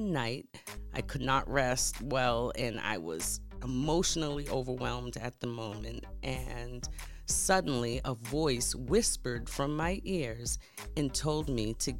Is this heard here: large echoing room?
no